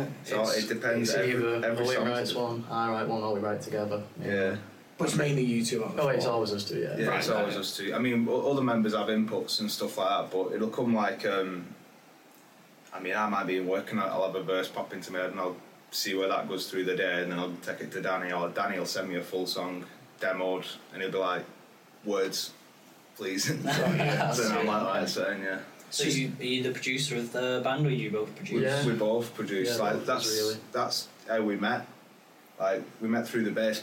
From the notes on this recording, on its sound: A few technical problems with the space on his laptop meant that we had to use the camera audio for this episode!